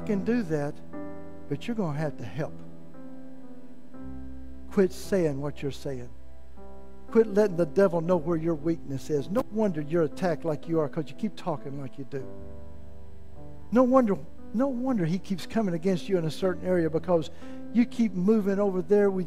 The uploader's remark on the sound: in the main service at First Assembly of God in Malvern, Arkansas